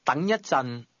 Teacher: The tone in that expression rises from the mid-level to the high level, falls back to the mid-level